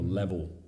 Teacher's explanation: la L che diventa quasi una W · Term: cockney